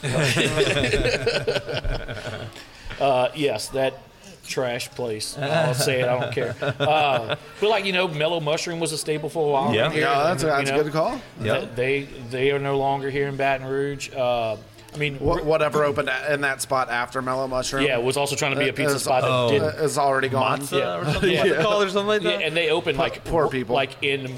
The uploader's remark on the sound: National Pizza & Beer Day At Rotolo's Craft & Crust. Made their way to Rotolo's Craft & CRust here in Baton Rouge.